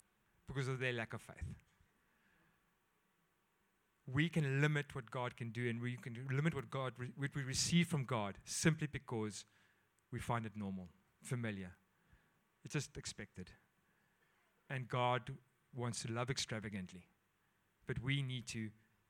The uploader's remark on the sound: at Joshua Generation Church Mossel Bay PM congregation